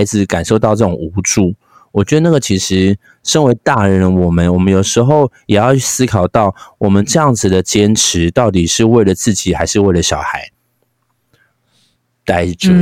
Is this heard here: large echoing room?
no